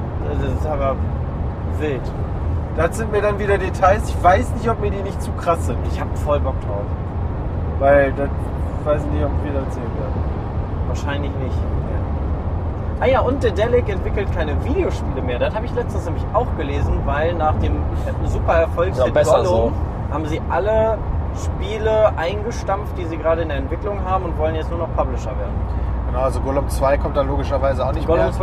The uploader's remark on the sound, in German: Live von der Autobahn.